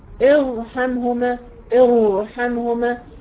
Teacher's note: انت بدات بهمزه ايه حققت الهمزه وكسرتيها ومع ذلك فخمت الراء